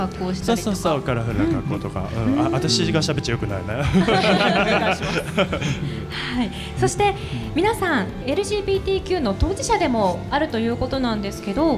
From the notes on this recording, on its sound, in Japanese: 公開録音の様子。はままつレインボープライド。